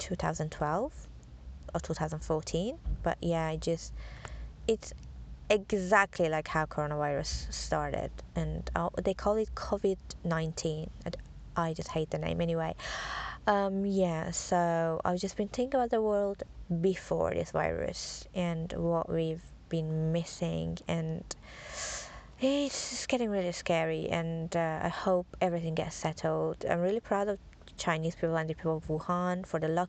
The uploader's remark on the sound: Sitting in the car because my one year old is sleeping, while hubby is doing the shopping.